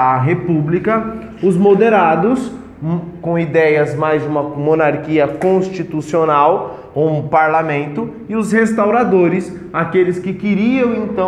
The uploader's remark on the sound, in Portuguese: Teste áudio sala de aula.